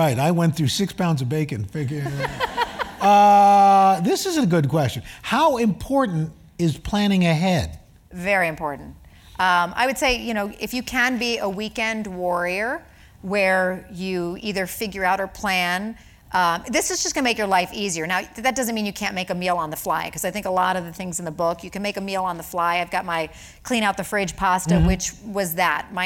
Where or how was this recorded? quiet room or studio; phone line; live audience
live audience